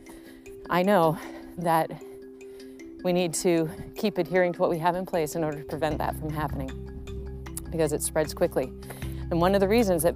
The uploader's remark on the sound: Recorded while running